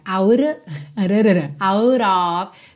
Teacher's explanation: Percebe o rarara no T do out, que fica out of, já vai pro of, que se escreve OF, mas sempre soa OV, ok?